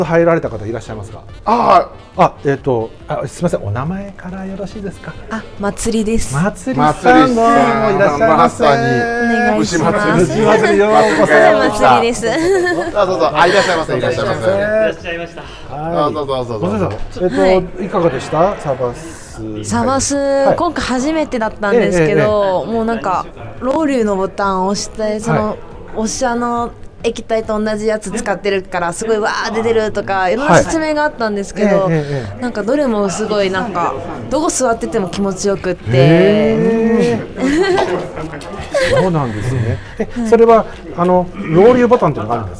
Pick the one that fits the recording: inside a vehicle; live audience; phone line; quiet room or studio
live audience